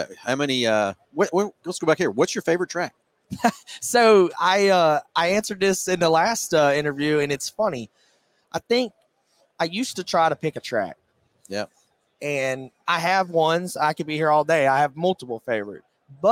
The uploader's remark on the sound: Live from PRI Trade Show in Indianapolis, IN.